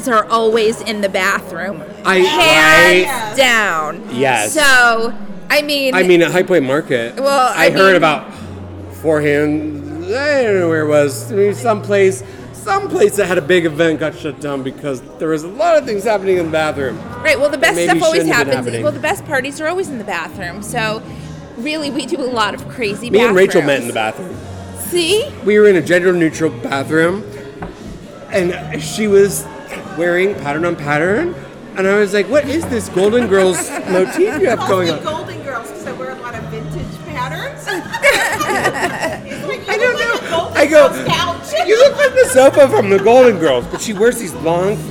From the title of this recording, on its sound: Live at the Phillips Collection